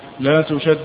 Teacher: الدال مشددة مضاعفة، والحرف المشدد عبارة عن حرفين، أولهما ساكن أصلها لا تشدد، لا تشدد، فإذا أدغم أحد المثلين بالآخر تركب من ذلك حرف مضاعف مشدد، والمشدد عبارة عن حرفين.